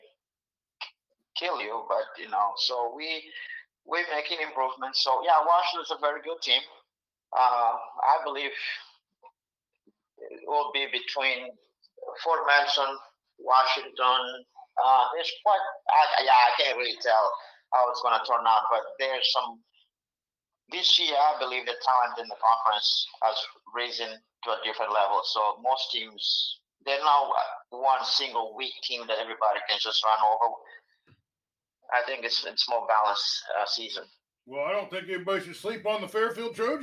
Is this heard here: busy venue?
no